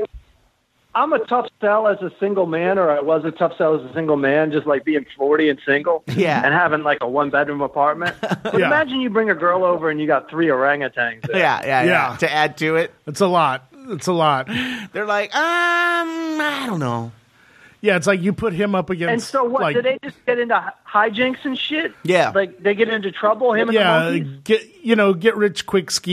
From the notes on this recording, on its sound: call in on a questionable phoneline